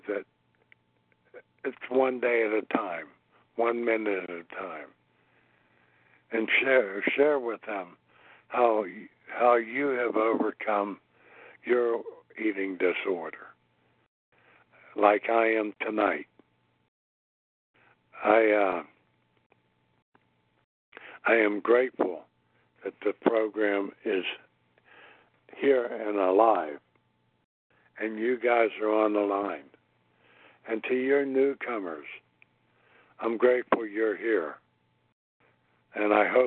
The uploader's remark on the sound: from the 100 Pounders Phone Meeting, 10/28/23